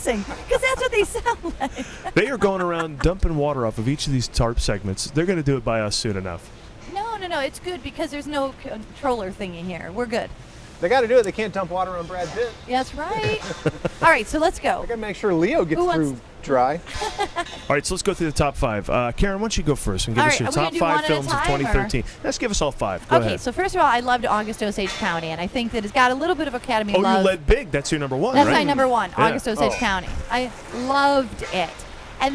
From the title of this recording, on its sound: LIVE FROM THE OSCARS RED CARPET